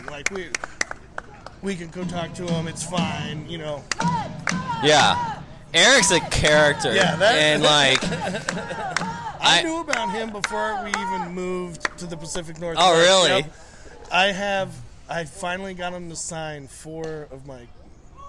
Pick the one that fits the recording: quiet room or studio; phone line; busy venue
busy venue